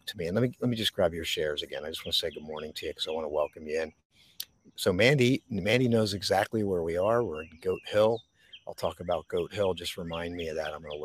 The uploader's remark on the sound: This Episode originally streamed live on location at Goat Hill Overlook - Lambertville, NJ. The audio from this podcast was taken directly from this live stream.